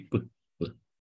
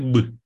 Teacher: Labiala surdă, care nu se aude, ar fi P, P. Dar dacă pe P îl pronunți mai puternic, iese B. De fapt, e cam aceeași literă.